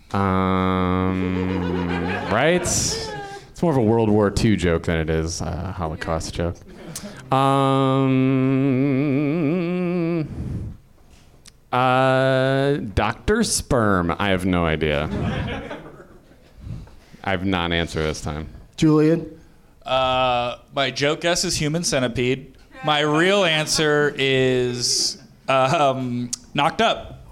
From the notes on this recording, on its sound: Live from the NerdMelt Showroom in Los Angeles